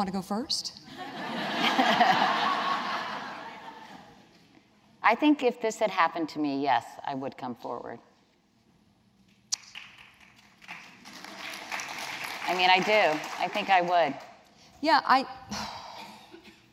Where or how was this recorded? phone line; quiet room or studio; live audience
live audience